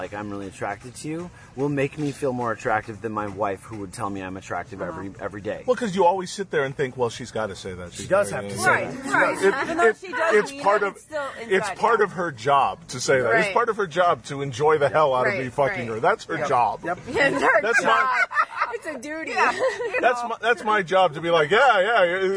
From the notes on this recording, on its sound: Live From Desire, The Sexiest Place on Earth. Live from an outside bed at Desire in sunny Cancun.